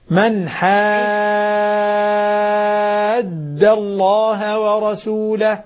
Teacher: الألف تمد ست حركات والدال مشددة · Term: مد لازم